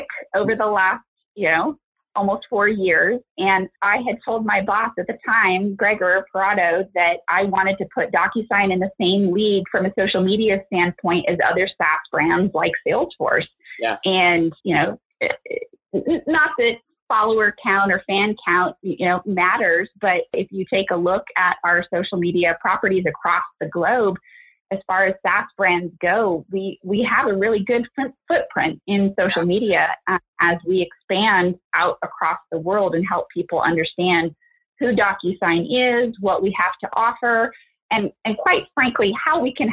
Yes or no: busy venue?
no